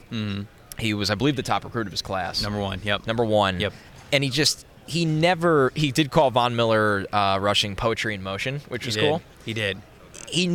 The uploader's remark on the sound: come to you live from the 2023 NFL Combine